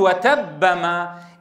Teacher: إذن في حالة الوصل الباء الأولى مدغمة في الباء الثانية، واضح؟ وتبما الباء الأولى مدغمة، لو فككنا الإدغام سنقلقلها، إذا ما أدغمتها لا تدغمها، جرب ما الذي يحصل.